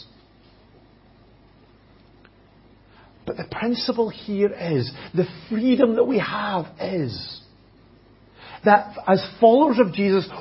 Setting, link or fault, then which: setting, large echoing room